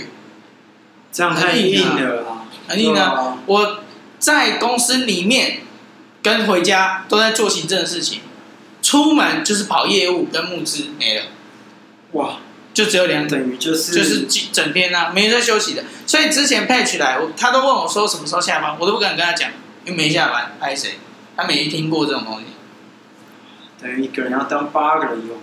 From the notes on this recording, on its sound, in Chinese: 錄音前，一位阿伯走進店裡分享他的經驗故事，從風水到經營策略，他有自己的一套想法。錄音地點｜ 藍色咖啡館 108台北市萬華區大理街131號。